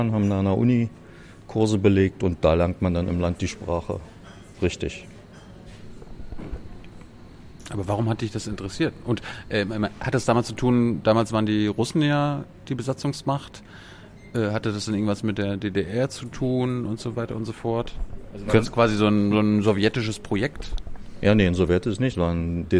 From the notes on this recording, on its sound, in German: Januar 2019 im Ocelot ("not just another bookstore", Brunnenstraße 181, 10119 Berlin) aufgenommen.